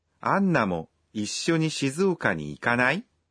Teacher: If you say the nai form of a verb with a rising intonation, you're inviting someone to do something.